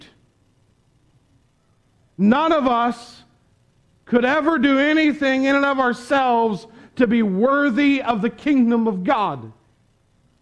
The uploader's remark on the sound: Preached at the Tarrant Bible Methodist Church on October 24, 2021. Preached at the Tarrant Bible Methodist Church.